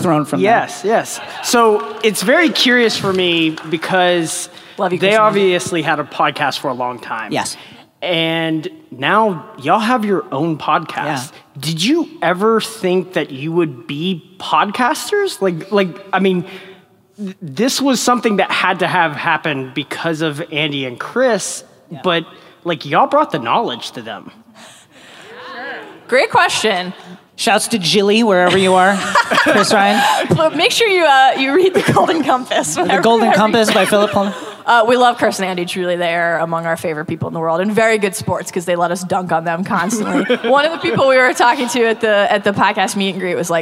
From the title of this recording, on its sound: Live From ‘Con of Thrones’ 2018